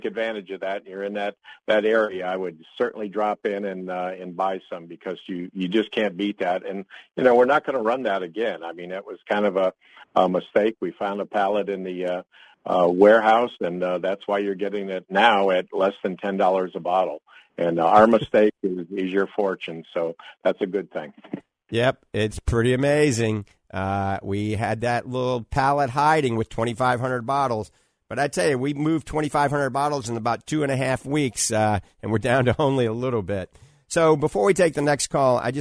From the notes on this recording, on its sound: The doctors take many live calls that directs the topics of conversation.